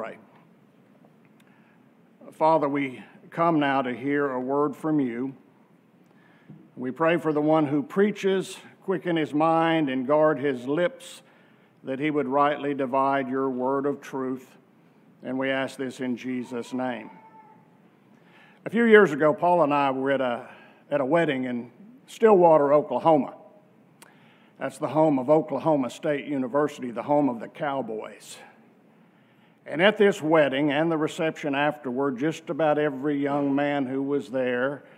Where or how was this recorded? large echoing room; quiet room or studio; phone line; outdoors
large echoing room